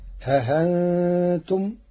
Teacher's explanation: قرأ ورش كلمة ها أنتم بتسهيل الهمزة وإبدالها حرف مد للساكن، فتصير ها أنتم، وأيضا ها أنتم جمعا بين اللغات العربية، أو إعراضا فلا جناح عليهما.